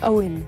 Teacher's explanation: The stress on Owen falls on the O syllable, and O is a diphthong in this name, Owen. Make sure you hold the O nice and long.